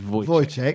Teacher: The W at the beginning of Wojciech is pronounced with a V.